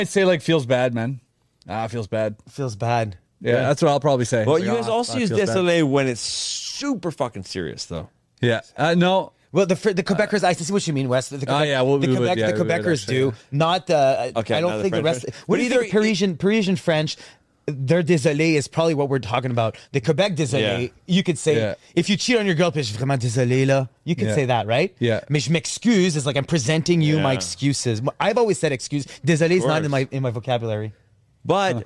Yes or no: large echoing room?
no